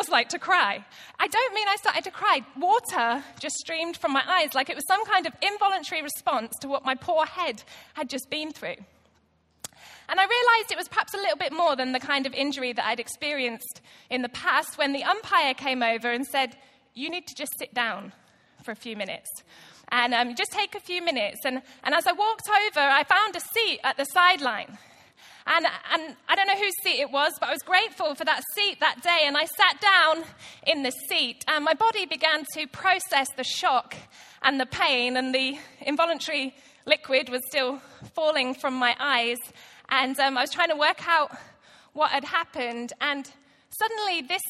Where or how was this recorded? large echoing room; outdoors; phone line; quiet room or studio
large echoing room